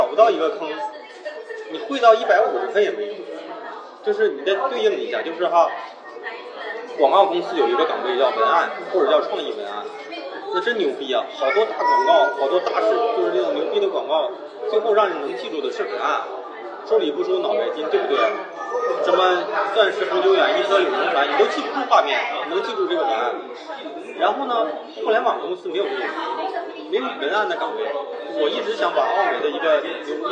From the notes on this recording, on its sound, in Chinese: 因为也是在星巴克录制的，回过头我听了几次，总觉得环境也是有些许的吵杂。环境略有吵杂。